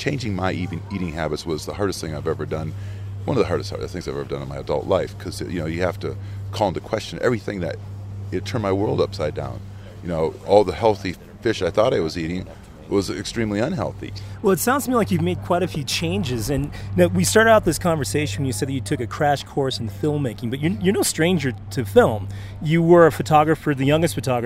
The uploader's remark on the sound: recorded at the Mountain Film Festival in Telluride